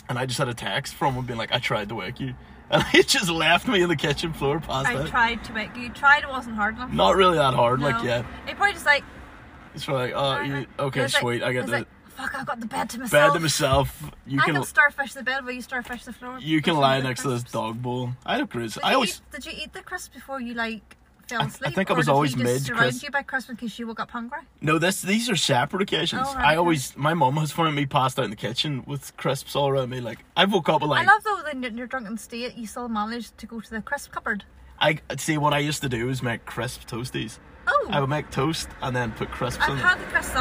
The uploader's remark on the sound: joins me for a pod record in his car